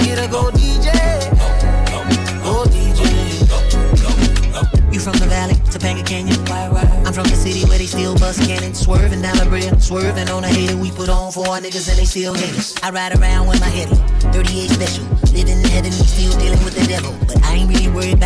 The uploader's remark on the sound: RECORDED SET FROM RESIDENCY AT INDOCHINE DUBAI